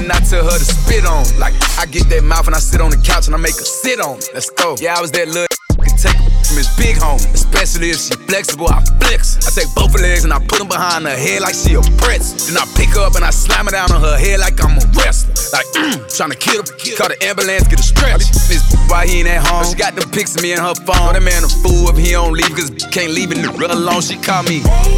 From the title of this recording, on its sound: LIVE at KitchenCray Cafe